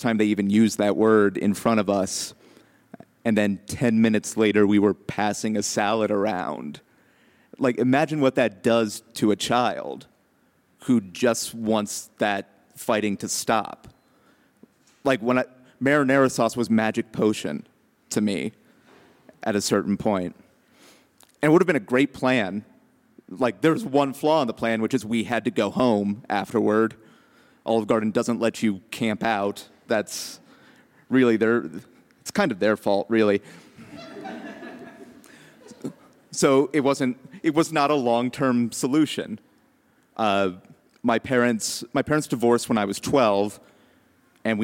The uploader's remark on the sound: told live on 24 June 2017 at the McNichols Building in Civic Center Park